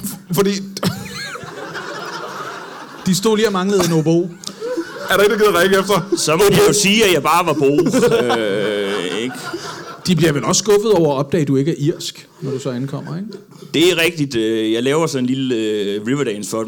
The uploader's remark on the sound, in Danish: LIVE fra Comedy Zoo Aarhus.